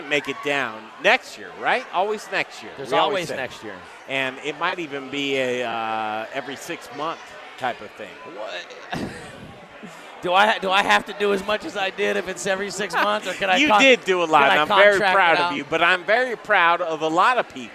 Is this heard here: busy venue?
yes